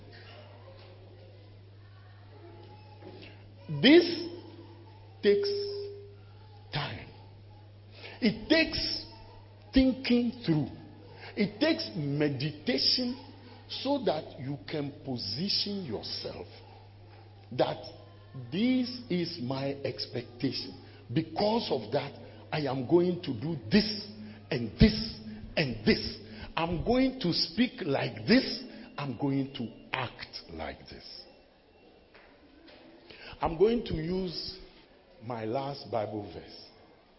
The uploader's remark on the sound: preached at the closing of a church annual fast